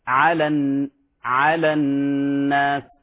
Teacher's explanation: في حال الوصل ينتفي المد فنقول على الناس، فلا نقول على الناس.